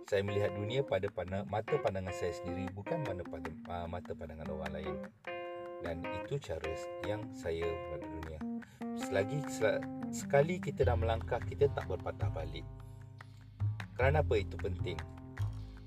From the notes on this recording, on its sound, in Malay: Membawang di outdoor tengah testing podcast pakai phone. Podcast ini di lakukan hanya menggunakan handphone sahaja. Outdoor dan pakai wireless headphone and mic..